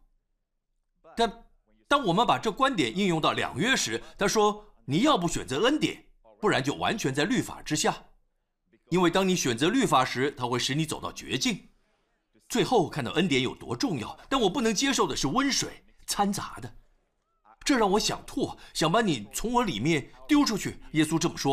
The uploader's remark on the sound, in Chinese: 湖木教会现场实录。